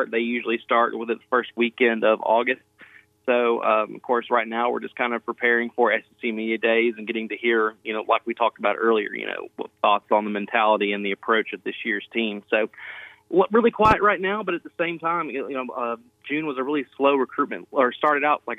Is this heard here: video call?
no